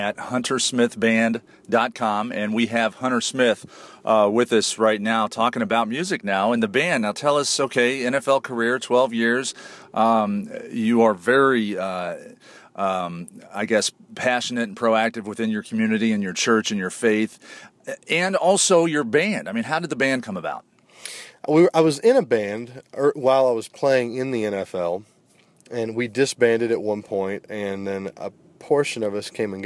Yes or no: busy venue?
yes